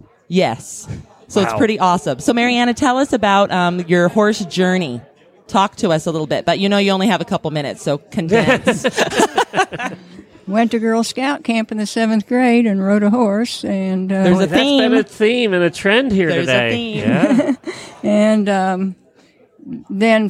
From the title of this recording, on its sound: Live from Certified Horsemanship Association Conference